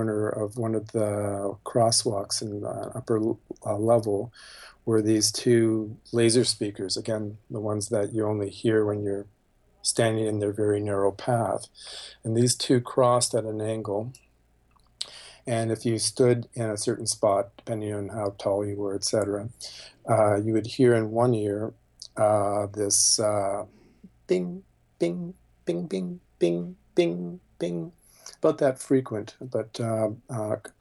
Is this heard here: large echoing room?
no